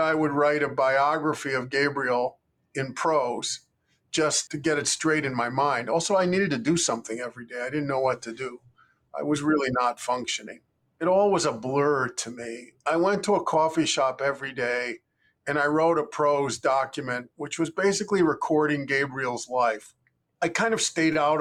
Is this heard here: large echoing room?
no